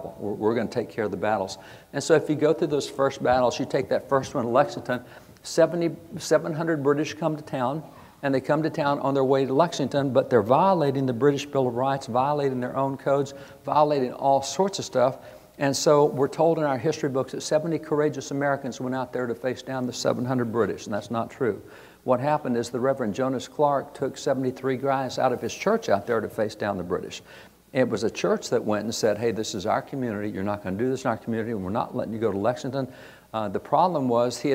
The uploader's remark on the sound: At the 2022 Convention of States Reclaiming Liberty Summit